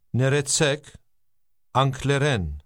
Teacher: the speaker stressed the last part of those two words